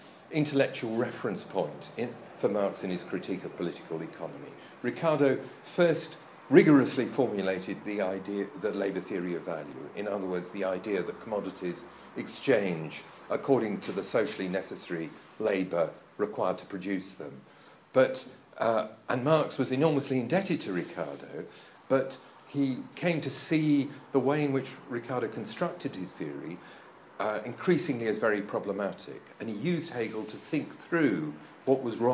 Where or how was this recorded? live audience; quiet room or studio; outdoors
live audience